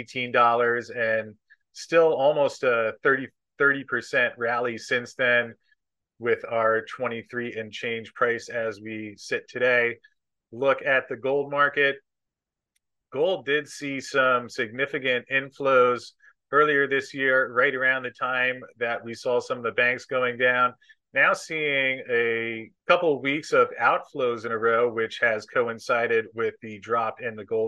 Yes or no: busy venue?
no